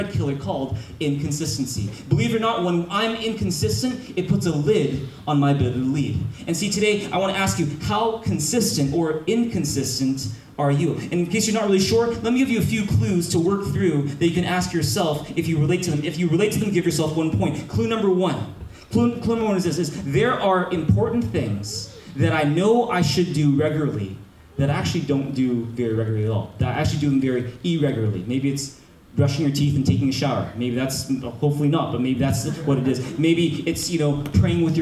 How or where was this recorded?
large echoing room